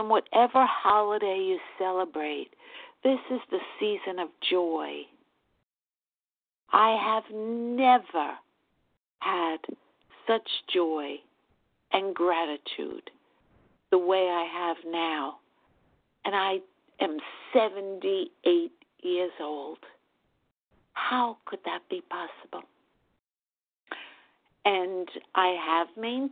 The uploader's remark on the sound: from the 100 Pounders Phone Meeting, 12/21/23.